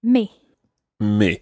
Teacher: when you said the word for my in the plural form, mes, you didn't pronounce the S. But then when you said mes enfants, you pronounced the S.